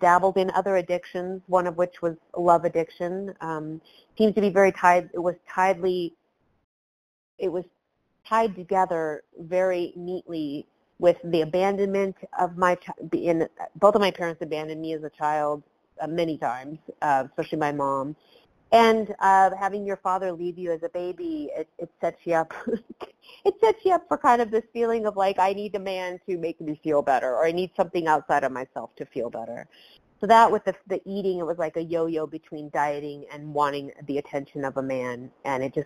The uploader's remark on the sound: Phone Meeting, 1/16/23. 100 Pounders Phone Meeting.